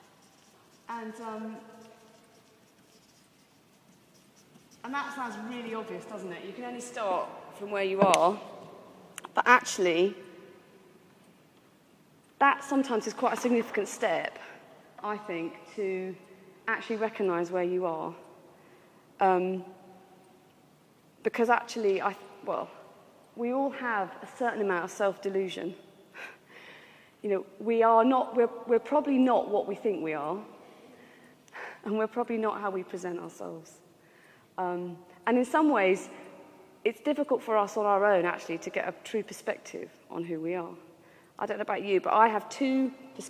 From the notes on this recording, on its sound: This was recorded in the Moot Community's 'Giving Up for Lent' course at the Guild Church of St Mary Aldermary in the City of London on Wednesday 17th March 2011.